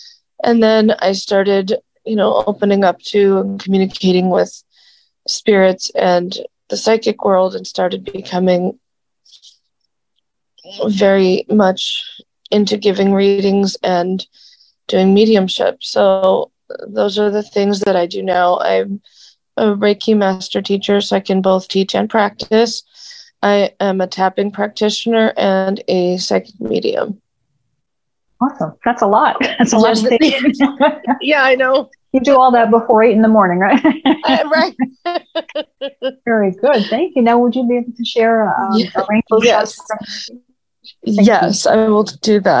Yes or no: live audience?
no